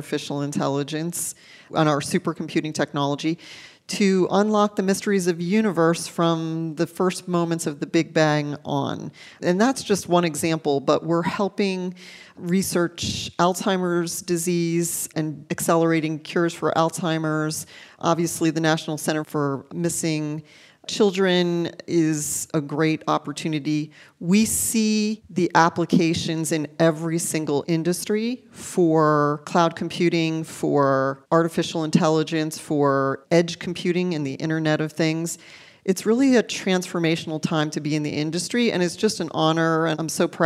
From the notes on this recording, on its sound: joins us live from HPE Discover 2017